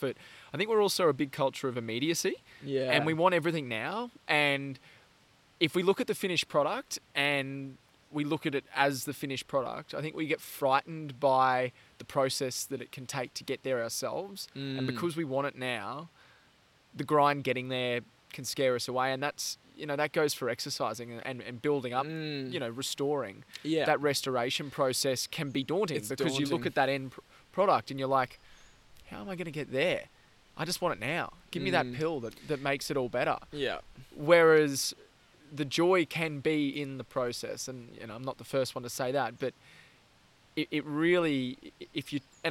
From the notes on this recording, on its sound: We recorded this one while out at TFC Bush 1. We recorded this one while out at TFC Bush 1.